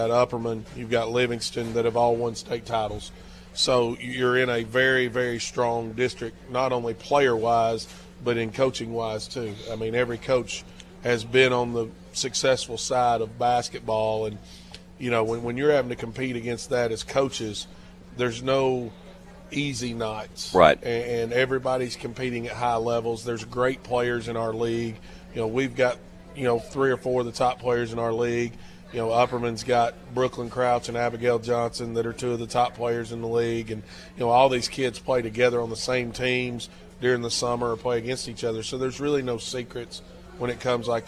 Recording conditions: busy venue